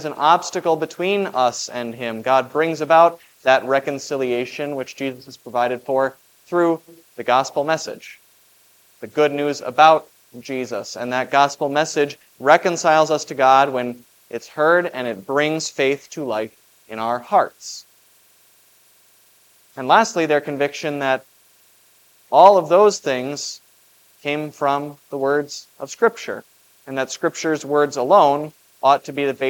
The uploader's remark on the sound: was preached at Grace of God Lutheran on July 2, 2023.